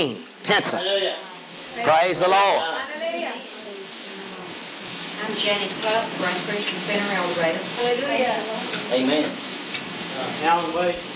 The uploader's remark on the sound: bad audio]